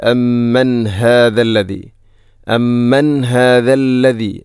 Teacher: ഹാഇൻ്റെ ശബ്ദം കൃത്യമായിരിക്കണം, തൊണ്ടയുടെ ഏറ്റവും അടിഭാഗം